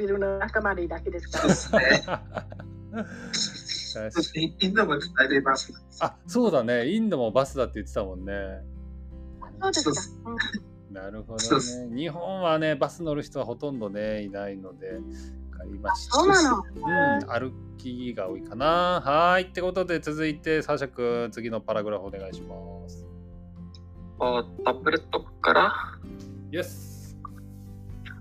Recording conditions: poor sound quality